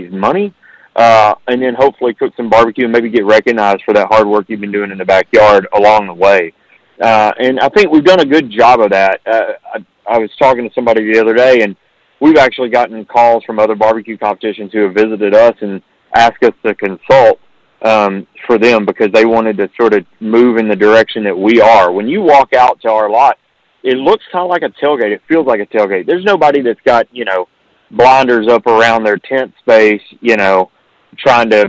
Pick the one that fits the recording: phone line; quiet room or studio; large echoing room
phone line